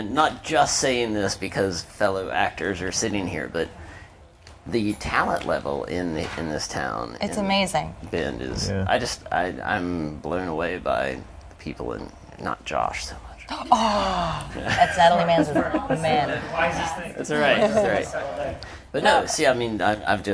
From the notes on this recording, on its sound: C2C AT BENDFILM FESTIVAL 2019. This month we're sharing some of the live-streamed interviews we captured at BendFilm Festival this past October. As this was our first attempt at live-streaming an event, these bonus episodes are a little rougher around the edges than usual.